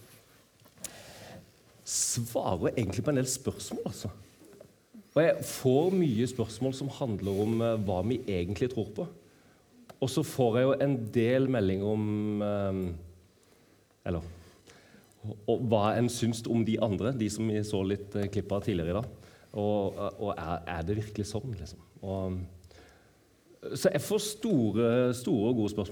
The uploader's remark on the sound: live TOK2022